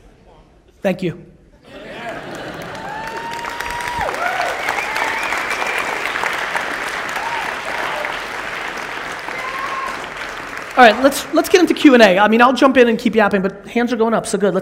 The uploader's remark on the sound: A Keynote: EntreCon, Salt Lake City 2017